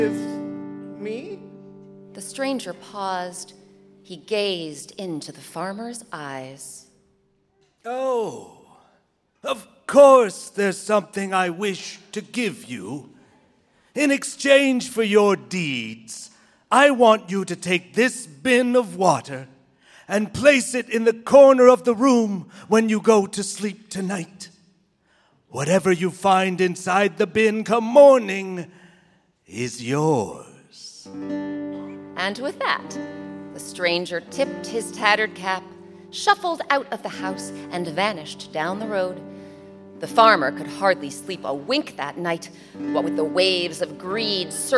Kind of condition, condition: setting, live audience